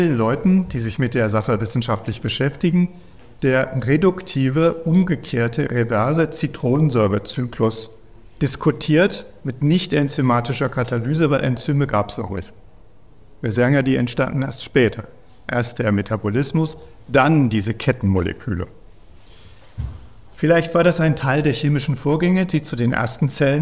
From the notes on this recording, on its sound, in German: Dieser Vortrag wurde bei der Langen Nacht der Wissenschaften in Halle gehalten.